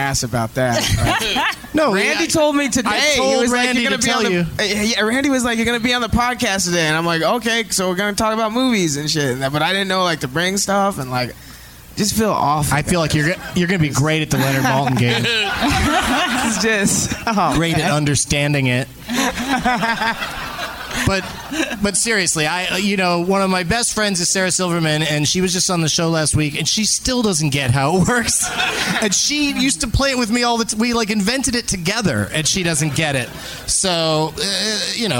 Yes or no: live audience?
yes